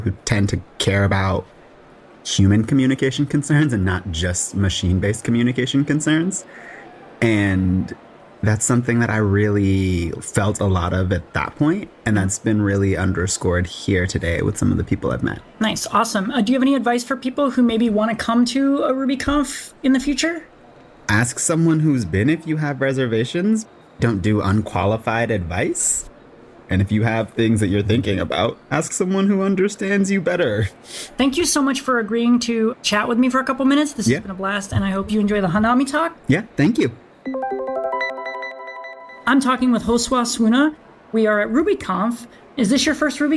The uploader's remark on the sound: Live From The RubyConf Hallway Track